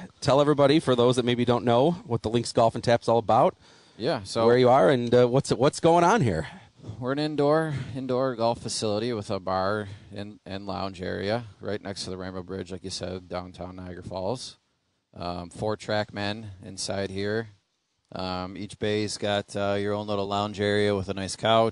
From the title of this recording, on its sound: Live from Wanakah Country Club